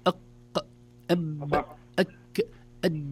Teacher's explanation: حرف الجيم من حروف الشدة وليس من حروف الرخاوة